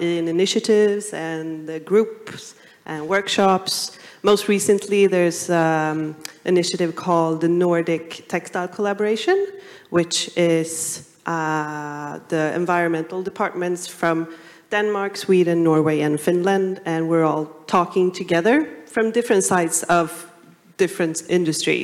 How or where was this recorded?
live audience